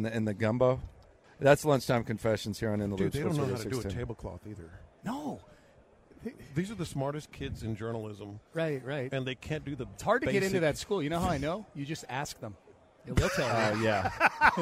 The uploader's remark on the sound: Live At Radio Row in Las Vegas